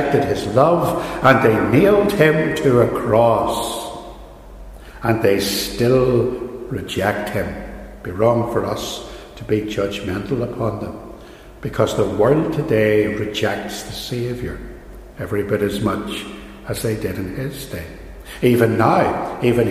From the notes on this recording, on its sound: a sermon from Ballymacashon, preached on the last Sunday of 2020